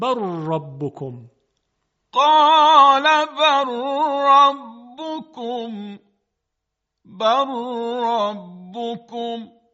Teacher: و همچنین ادغام لام در راء ربکم، قال بل ربکم، که ادغام میکنیم بر ربکم، قال بر ربکم، بر ربکم.